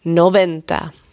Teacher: Dus en n v schrijf je het. En de V spreek je uit als B.